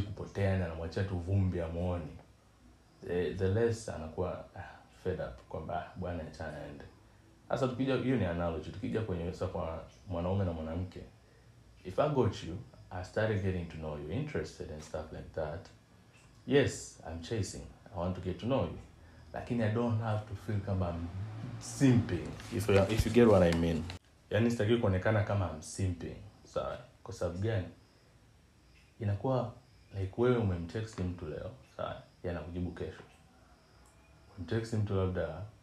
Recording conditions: sounds in the background